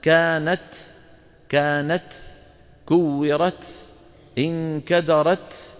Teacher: الشدة والهمس صفتان على الترتيب في الكاف والتاء، وليستا في زمن واحد، يستحيل أن تكونا في زمن واحد.